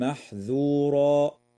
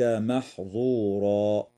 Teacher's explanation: تخليص انفتاح الذال من كلمة محذورا من قوله تعالى: إن عذاب ربك كان محذورا، لئلا تشتبه بالظاء من كلمة محظورا في قوله تعالى: وما كان عطاء ربك محظورا، وذلك لأن الذال والظاء يخرجان من مخرج واحد.